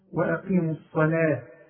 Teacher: رقق اللام بتاع الصلاة، ما تقولش الصلاة صلاة، لأنك إذا قلت الصلاة قلنا الصلاة طا طا، لا الصلاة كي.